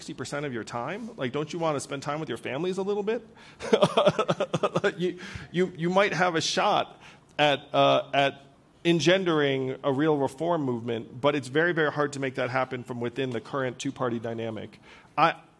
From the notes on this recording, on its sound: In this wide-ranging conversation recorded live at the 2023 Aspen Ideas Festival.